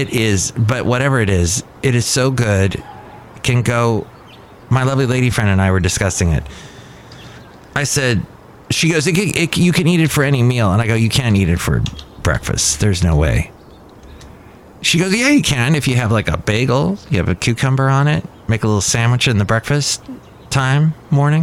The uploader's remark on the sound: podcasts live from Café Anyway